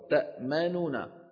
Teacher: فصار عندي هنا في النطق توالى ثلاثة أحرف غنة متحركة، ما نو نا